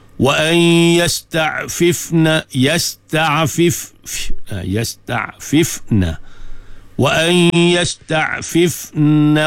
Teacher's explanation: dengung nun mati bertemu dengan ya, itu ramai al-gunnah.